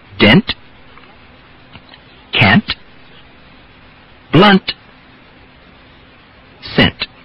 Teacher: you did have to explode the final T